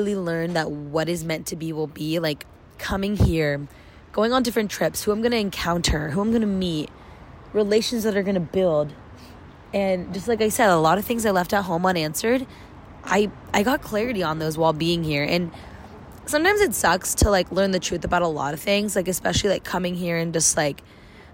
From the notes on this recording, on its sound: My last day in London. My first little walk & talk episode.